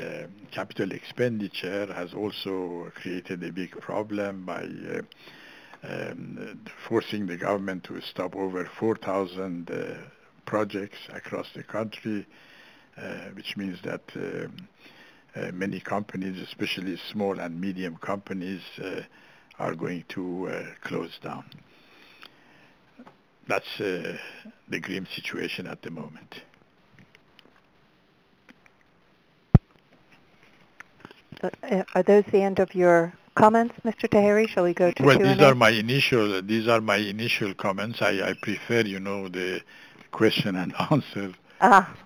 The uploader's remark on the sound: briefed the Middle East Forum in a conference call